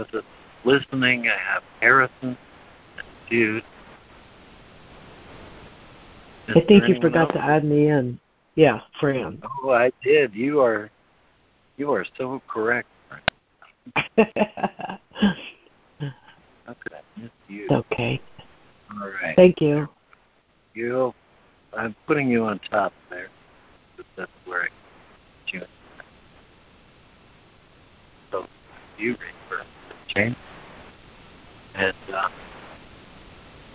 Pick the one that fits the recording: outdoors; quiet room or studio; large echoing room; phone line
phone line